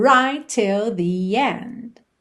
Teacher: Right termina em T, till começa em T, você, claro, vai fazer um T só.